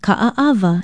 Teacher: It is often used as an example of a Hawaiian word with so many vowels in a row, but if you spell and pronounce it correctly, you will note that every vowel is separated by a consonant sound, the glottal stop, or okina. Ka'aava is spelled K-A-Okina-A-Okina-A-W-A, and it means the wrasse fish.